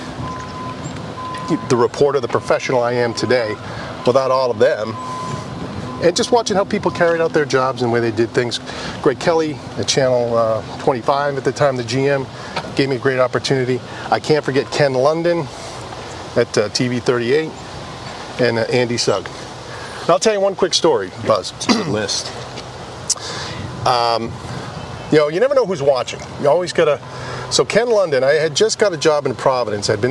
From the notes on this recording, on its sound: walk and talk in Walpole Massachusetts